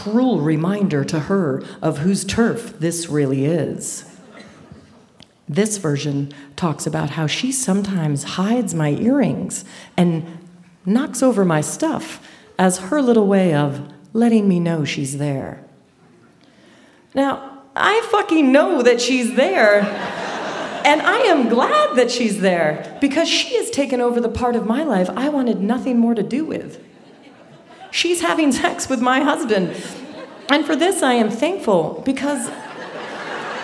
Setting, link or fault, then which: setting, live audience